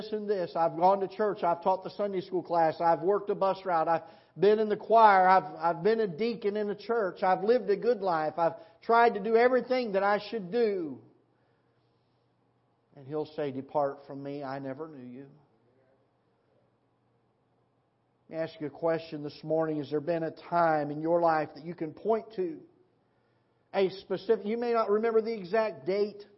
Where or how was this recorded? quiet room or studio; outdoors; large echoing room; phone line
large echoing room